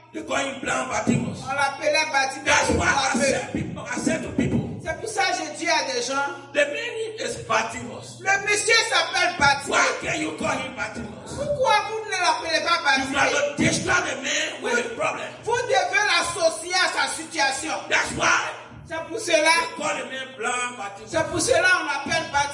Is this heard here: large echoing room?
yes